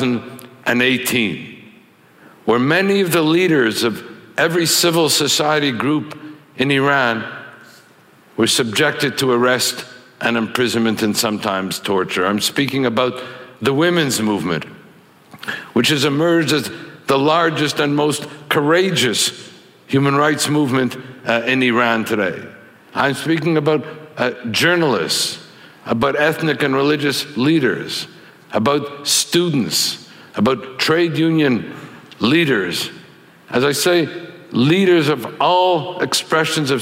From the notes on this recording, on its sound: speaks at ideacity's 20th anniversary conference